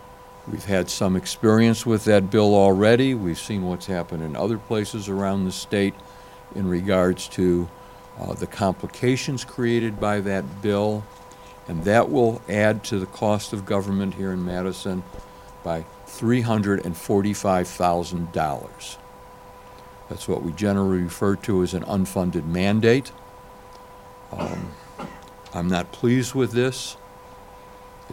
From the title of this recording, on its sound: Press Conference